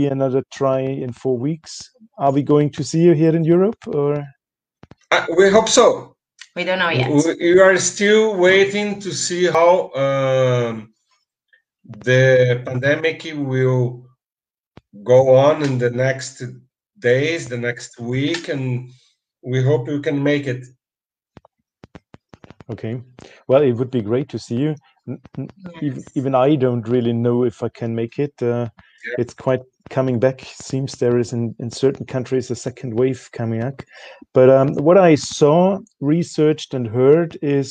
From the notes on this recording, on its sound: Unedited recording of our FB live